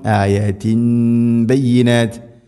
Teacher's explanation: സാക്കിന നൂനോ അല്ലെങ്കിൽ തൻവീനോ ശേഷം ബ വന്നാൽ തൻവീനിനെ അല്ലെങ്കിൽ ആ നൂനിനെ മീമാക്കി മാറ്റും അതാണ് ഇഖ്ലാബ് മാറ്റി മറിക്കുക തൻവീനിനെ ഇവിടെ മീമാക്കി മാറ്റുന്നു അപ്പോൾ മണിച്ചുകൊണ്ട് ഉച്ചരിക്കണം